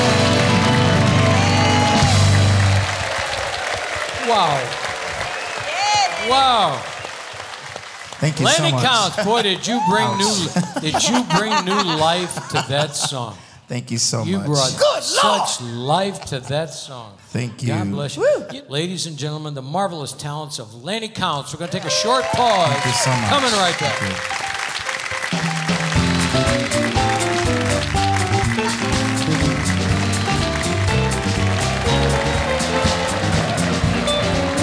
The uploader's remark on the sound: Live at the SouthPoint Casino